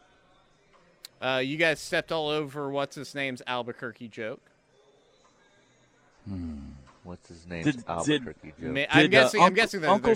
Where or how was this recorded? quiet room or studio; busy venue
busy venue